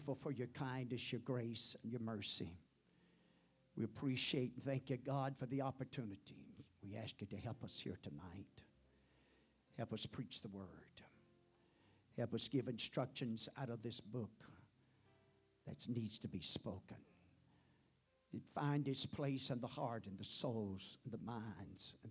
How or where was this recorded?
large echoing room